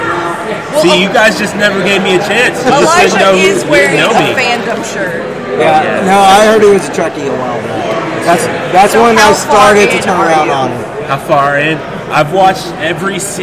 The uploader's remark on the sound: Pardon the ring noise, the effects of having a live mic after a show!